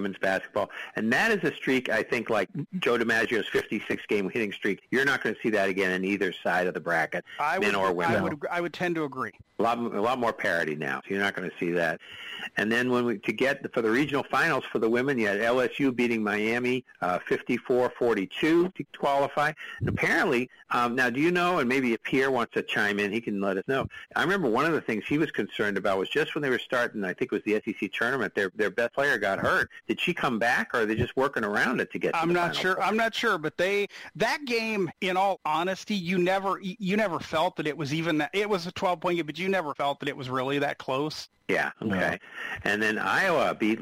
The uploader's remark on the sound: take your live calls